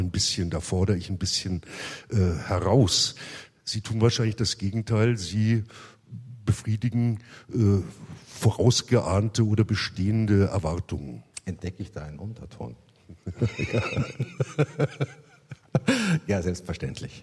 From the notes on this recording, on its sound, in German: Live aus dem Schloss Gottesaue in Karlsruhe